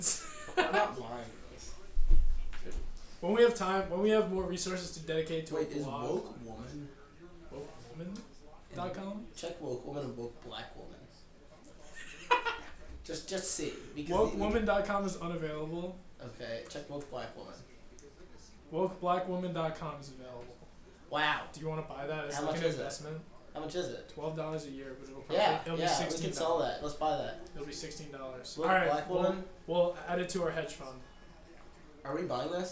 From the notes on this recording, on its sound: we prove how inept we are at recording a podcast